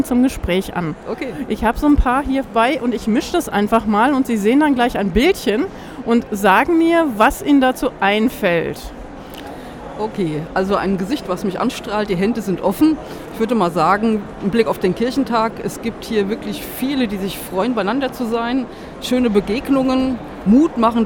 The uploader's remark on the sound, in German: auf dem evangelischen Kirchentag 2017 in Berlin